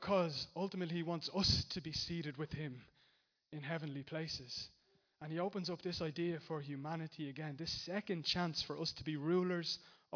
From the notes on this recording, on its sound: Recorded live in Liberty Church on 8th September 2019